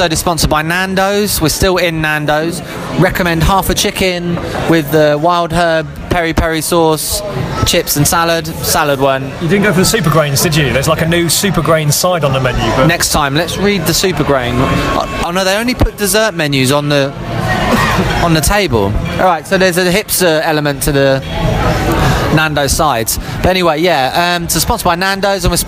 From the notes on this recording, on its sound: comes to you live from Nando's